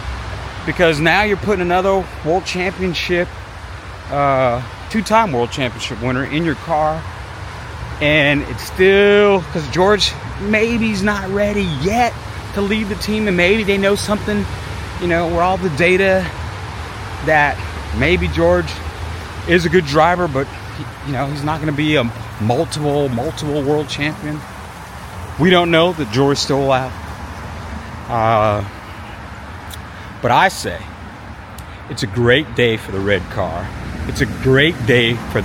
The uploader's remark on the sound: This episode recorded on my walk through the park, so outside noise is included.